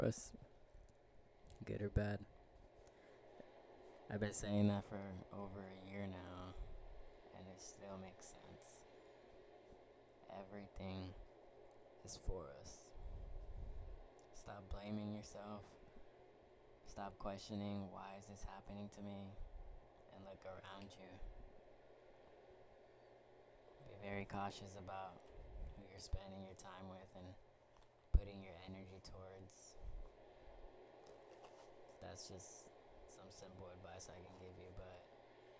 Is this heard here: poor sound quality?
yes